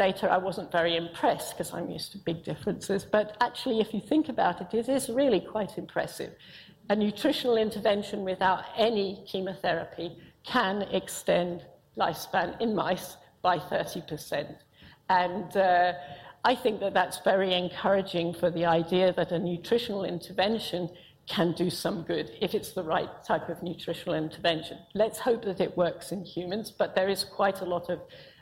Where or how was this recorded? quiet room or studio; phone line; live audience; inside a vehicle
live audience